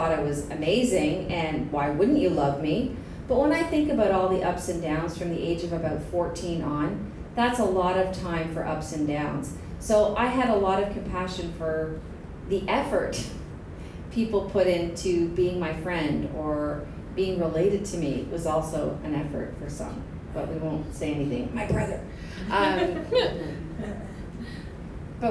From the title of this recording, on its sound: Stories Like Crazy LIVE 2019